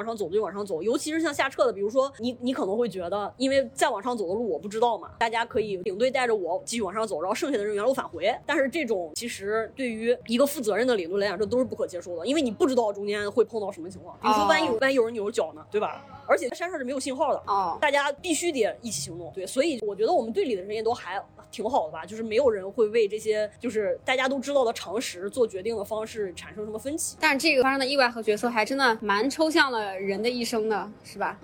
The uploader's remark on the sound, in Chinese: 本期录制是在露天博物馆的主播们开的线下咖啡馆 —— 铁狗咖啡（余杭店 EFC 店）进行的。